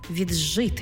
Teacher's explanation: Ди плюс жи утворюється звук дж. Пишемо віджити, а вимовляємо віджити.